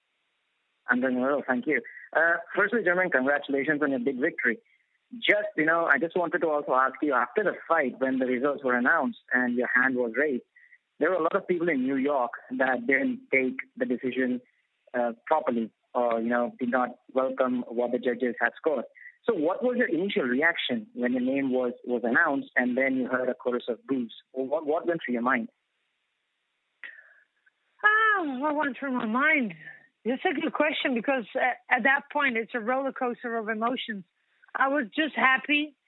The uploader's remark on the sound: Post-UFC 208 Conference Call